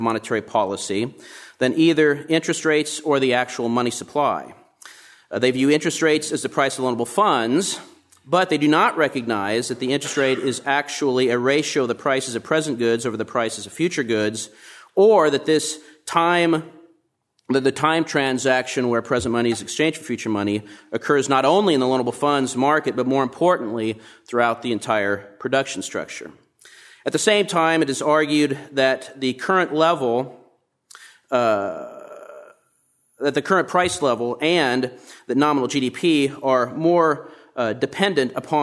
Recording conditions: large echoing room